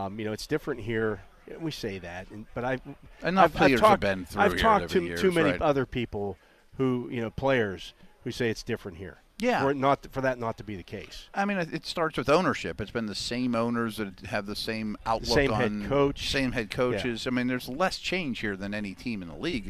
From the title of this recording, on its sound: The Drive Live from OTA's Day 7